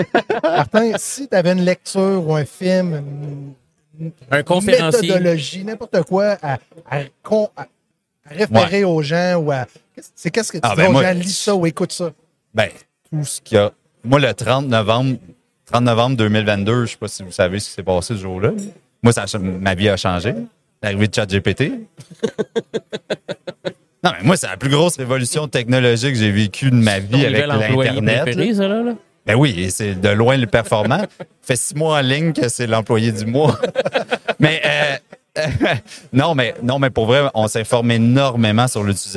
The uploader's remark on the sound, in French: En direct du Transal Saguenay